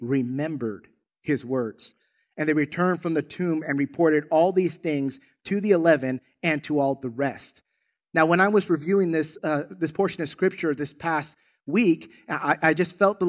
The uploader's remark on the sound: In this Easter Sunday service. Recorded from South Gate Fellowship in Duncanville, TX.